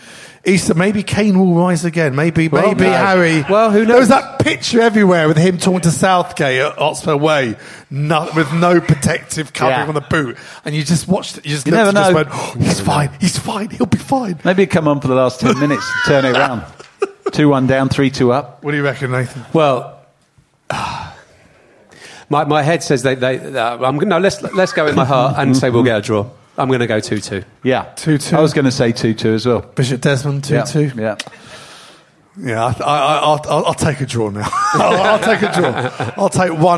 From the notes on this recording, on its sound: Coming live from the Albany on Great Portland St